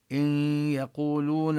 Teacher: النون تدغم بالياء إدغاما ناقصا، إدغام مع الغنة، الغنة التي هي للنون للحرف المدغم، لذلك لم يشددوا الياء.